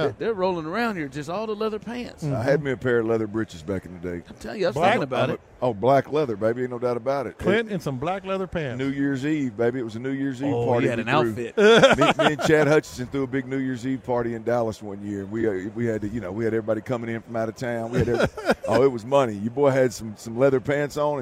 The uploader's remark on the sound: Final Hour LIVE At Radio Row In Las Vegas